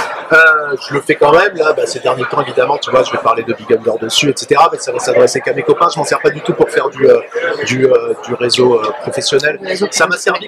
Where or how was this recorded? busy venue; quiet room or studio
busy venue